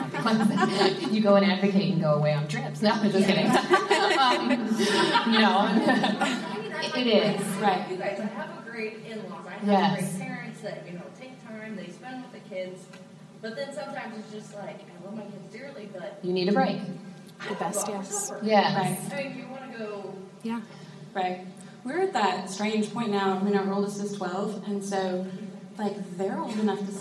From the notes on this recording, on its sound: Live at Women in Ag!